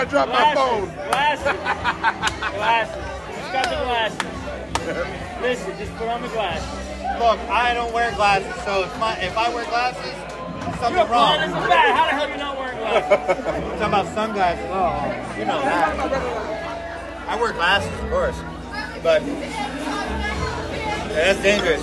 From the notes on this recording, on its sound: Live at JP Mulligans on St. Patty's day 2022.